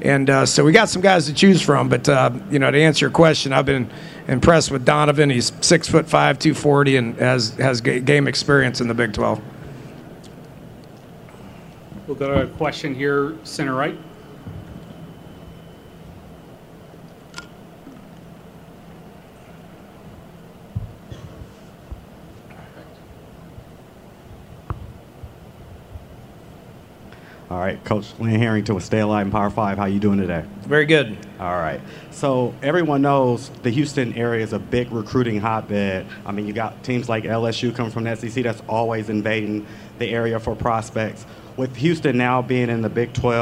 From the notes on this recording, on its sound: press conference at Big 12 Football Media Days